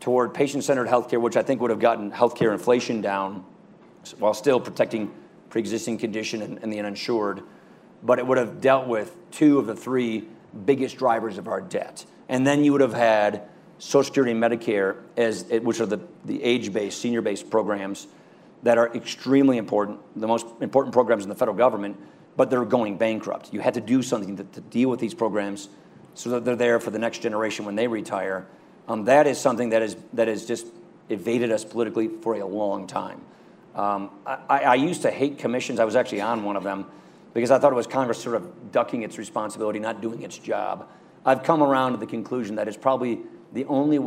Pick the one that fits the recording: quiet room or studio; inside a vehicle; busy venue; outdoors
busy venue